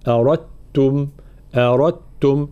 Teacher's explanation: تدغم الدال في التاء · Term: إدغام تام